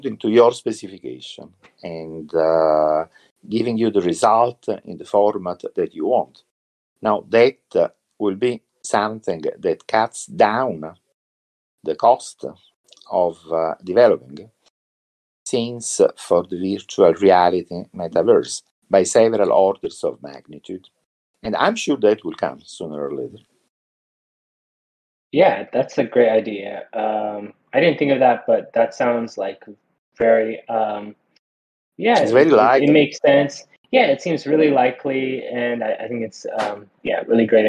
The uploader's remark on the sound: Recorded this episode of the Turing Church podcast from Discord. I recorded this episode of the Turing Church podcast from Discord using Craig , a voice channel recording bot for Discord. The audio is crisp and clear.